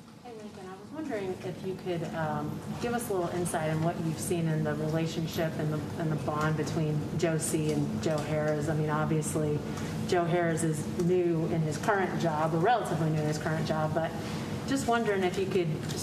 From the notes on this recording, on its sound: Media Day Press Conference.